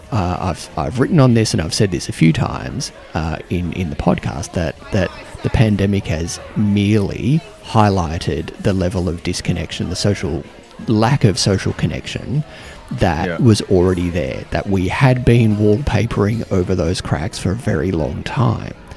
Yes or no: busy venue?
yes